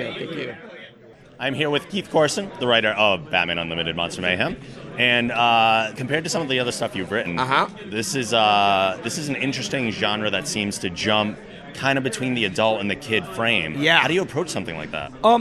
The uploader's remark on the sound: SDCC 2015 Interviews